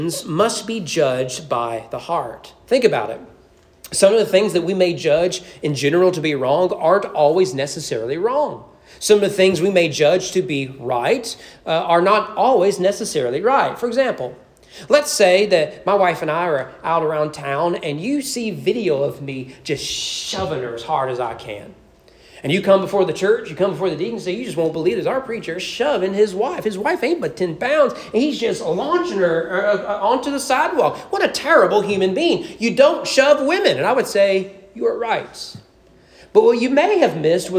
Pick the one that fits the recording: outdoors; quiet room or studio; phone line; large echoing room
large echoing room